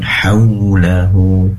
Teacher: pastikan wau mengandung u, dimunculkan kedua bibir ke depan.